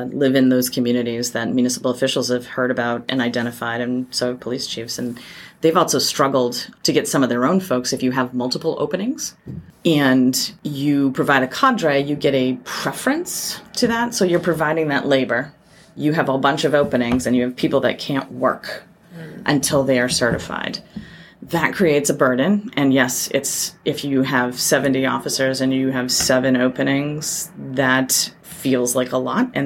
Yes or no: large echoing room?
no